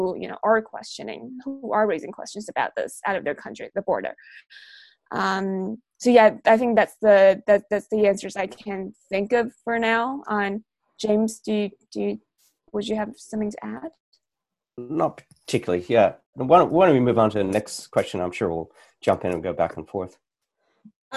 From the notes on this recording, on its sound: In this La Trobe Asia webinar.